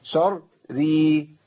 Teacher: واللي بيسمع اخر راء فيسمع ايه راء مرققه